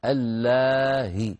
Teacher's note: وقلت بأن التسهيل للهمزة أن تنطق الهمزة بين الهمزة المحققة وبين الحركة التي هي منها، فهنا الهمزة مكسورة اللائي، فتسهل بين الهمزة المحققة وبين الياء ويكون نطقها هكذا اللاهي